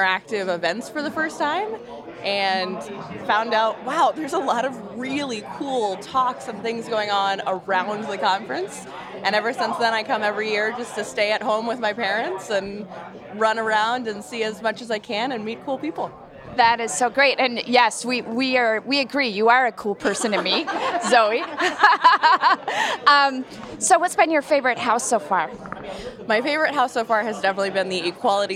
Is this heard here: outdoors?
yes